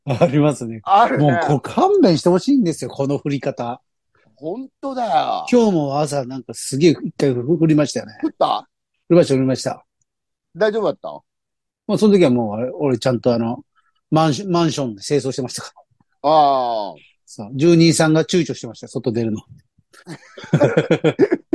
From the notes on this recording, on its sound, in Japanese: ZOOMで収録